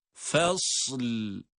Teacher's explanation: Bakınız, fasl. Sad harfi cezimle okunduktan sonra hemen lam harfini de cezimli olarak onun arkasına bitiştiriyoruz. Arada bir boşluk yok.